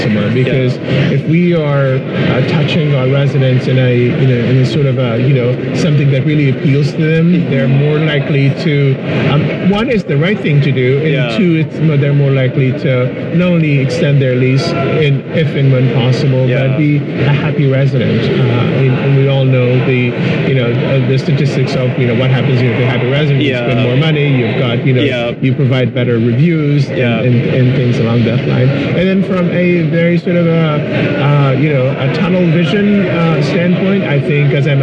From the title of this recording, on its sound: LIVE AT NAA